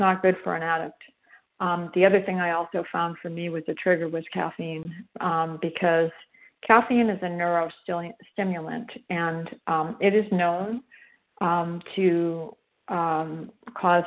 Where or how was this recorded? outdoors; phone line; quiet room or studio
phone line